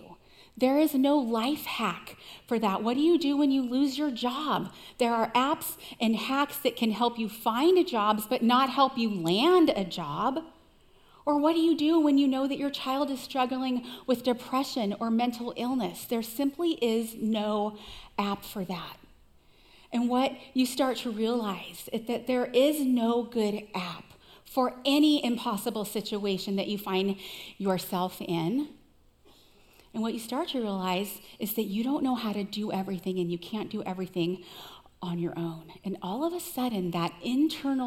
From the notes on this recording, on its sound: Recorded live at CrossWinds Church on June 25, 2023.